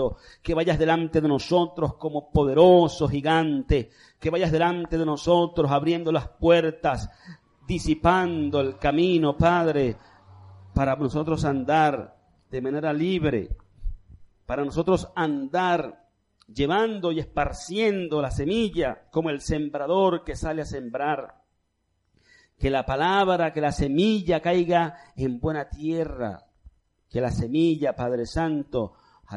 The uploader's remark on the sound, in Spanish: Servicio en vivo de la Asamblea de Yahweh Nazarena "Casa de Restauración" - Caracas